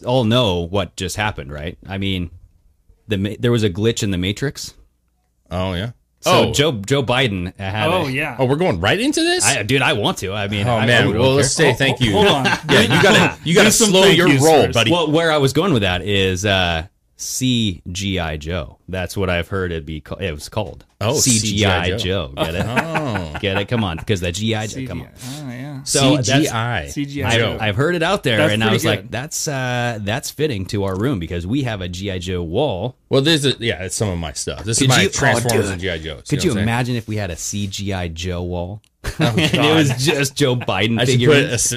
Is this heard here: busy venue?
no